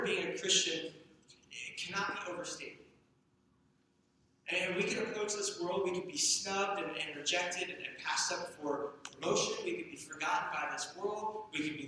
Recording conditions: poor sound quality